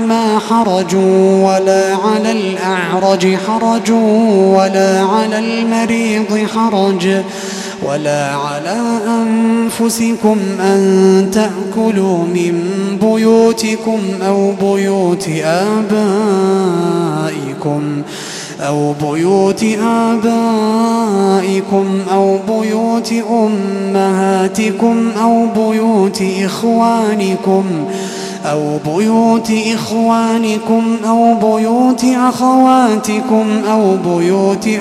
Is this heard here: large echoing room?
yes